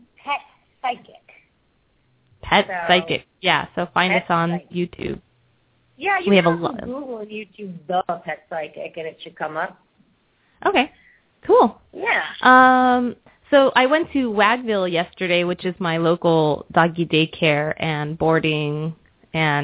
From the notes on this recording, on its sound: open up the lines for listeners to call